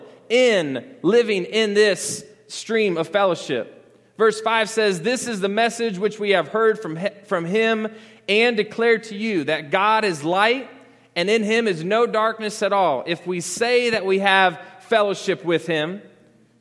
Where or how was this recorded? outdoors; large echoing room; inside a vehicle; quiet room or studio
large echoing room